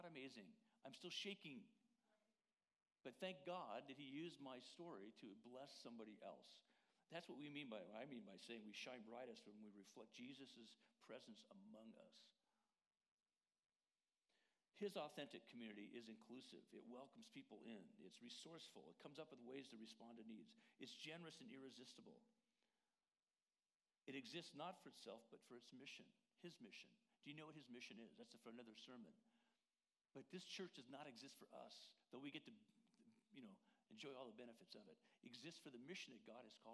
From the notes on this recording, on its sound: Worship Service - Audio.